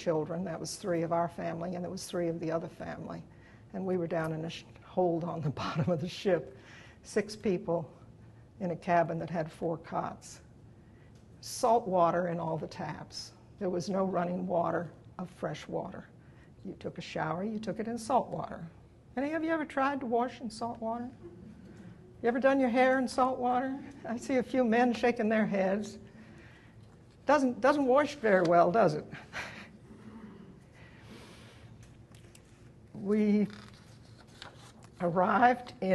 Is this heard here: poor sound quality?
no